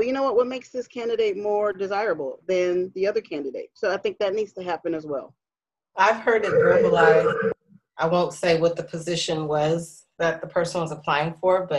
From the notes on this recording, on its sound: Zoom with co-workers.